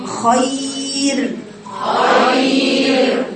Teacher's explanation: لو وقفت على خير هتبقى هتقف عليها بالسكون وقبلها ياء، يبقى لازم الراء تبقى رقيقة · Term: الراء المرققة